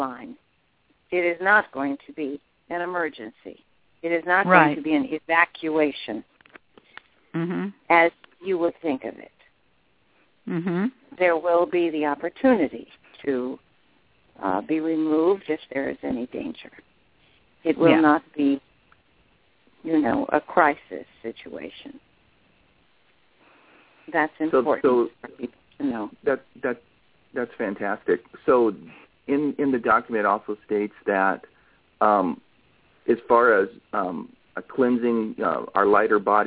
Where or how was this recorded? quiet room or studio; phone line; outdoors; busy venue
phone line